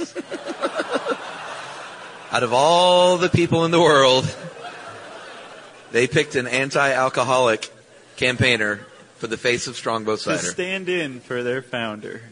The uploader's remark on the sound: Live in Chicago. This fascinating live episode.